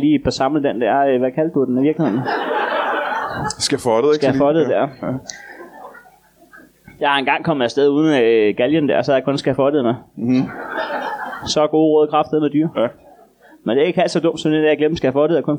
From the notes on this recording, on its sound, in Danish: LIVE fra Kolding.